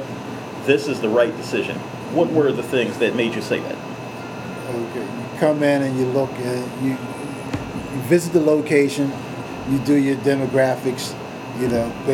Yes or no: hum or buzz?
yes